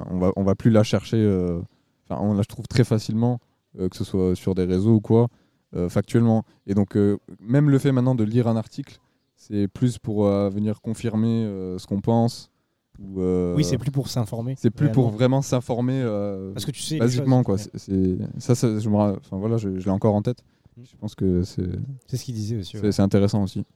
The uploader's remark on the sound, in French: On se retrouve pour un nouvel enregistrement au Festival International de Journalisme !